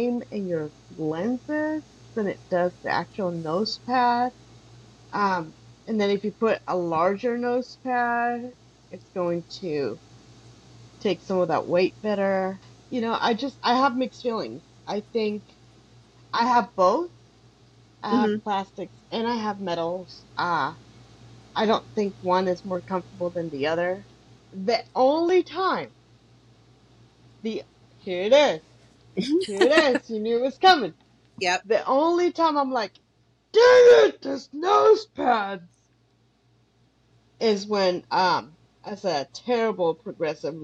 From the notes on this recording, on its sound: We had (yet another) round of technical difficulties this week so if the quality is kind of bad, deal with it.